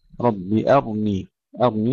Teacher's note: أرني طبعا مع تفخيمها، تسكن مع تفخيمها